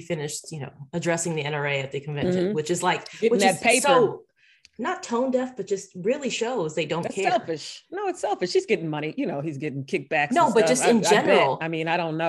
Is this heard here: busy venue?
no